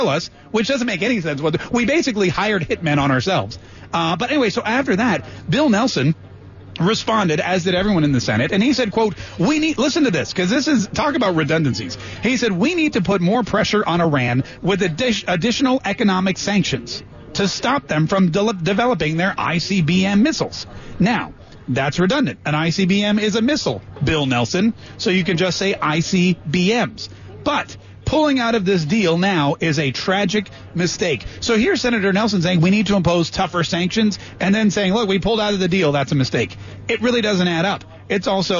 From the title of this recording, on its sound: live at TPC Sawgrass